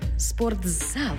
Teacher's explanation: У слові «спортзал» звук «т» переходить у звук «дз» – «спортзал».